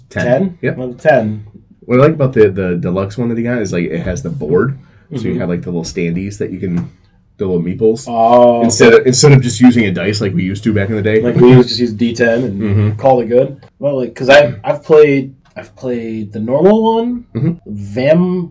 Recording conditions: poor sound quality